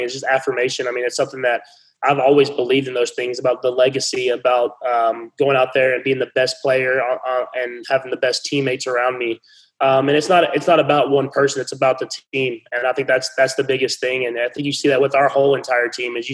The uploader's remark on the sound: zoom press conference